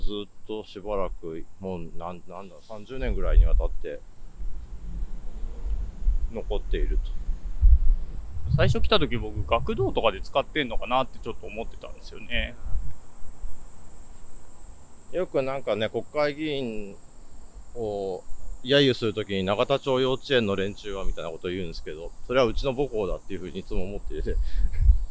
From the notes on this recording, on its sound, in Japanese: 夏休みお出かけ企画の第２弾は憲政記念館を出発して国会周辺を散策。後編は国会図書館から政党本部、旧永田町小学校などをぶらぶら歩きます。音声に風の音が入っていて御聴き苦しいかもしれませんがご了承ください。